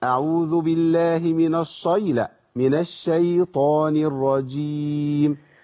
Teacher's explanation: حاضر. احنا عندنا الشين والياء في كلمه الشيطان في حال ترقيق تمام. وبعديها نخش على الطاء بالتفخيم.